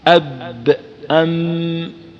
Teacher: الباء والميم مع اطباق الشفتين اب ام، لكن بانطباق اكثر عند الباء لما فيها من الجهر، لما فيها من الجهر.